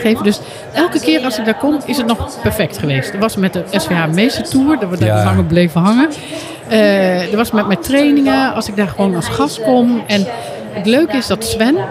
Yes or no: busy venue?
yes